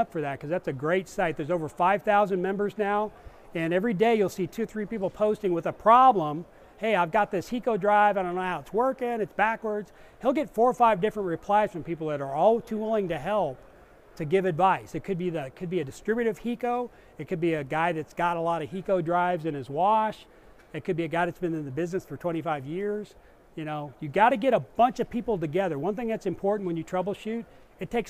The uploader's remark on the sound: discussion at the 2019 Southwest car wash show in Arlington Tx.